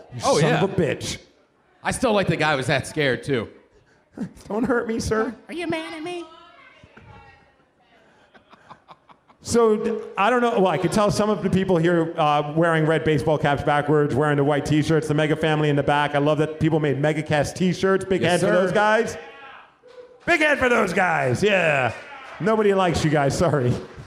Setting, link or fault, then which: setting, live audience